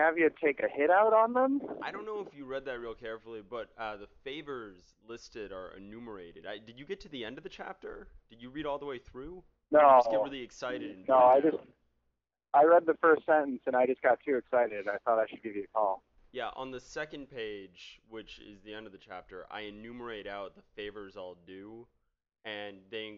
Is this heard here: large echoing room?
no